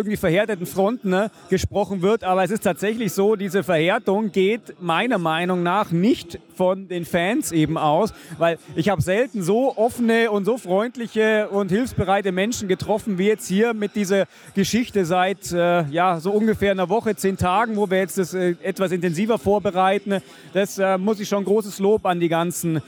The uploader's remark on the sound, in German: Am vergangenen Heimspiel gegen Hannover wurde erstmals die freie Blockwahl getestet. Wir waren live in der Südkurve und haben uns die Sache mal direkt angeschaut und zahlreiche Interviews mit Fans.